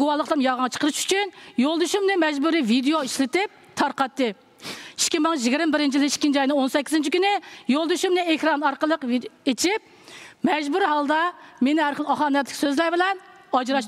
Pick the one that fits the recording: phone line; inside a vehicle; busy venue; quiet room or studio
busy venue